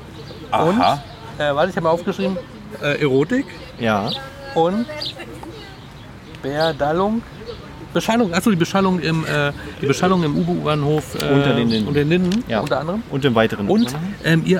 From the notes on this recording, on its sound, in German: Wir haben die Aufzeichnung am Engelbecken diesmal live als Video auf Instagram gestreamt!